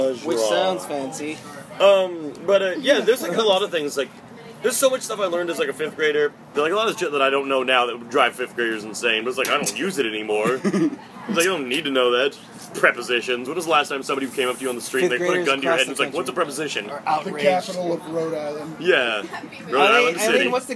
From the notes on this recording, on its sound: This show was recorded entirely in the parking lot at his party. There's a huge number of people talking.